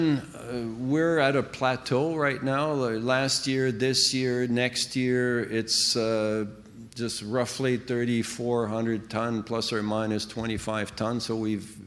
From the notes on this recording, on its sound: We travel to the heart of London to bring you this week's episode. This exclusive interview is recorded live at the Northern Miner's Canadian Mining Symposium held in late April in Canada House at Trafalgar Square.